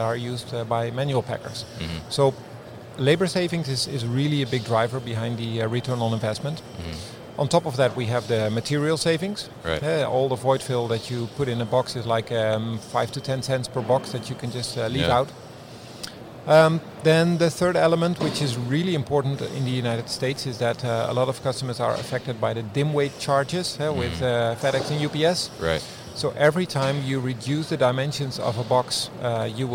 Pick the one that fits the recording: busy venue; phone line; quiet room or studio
busy venue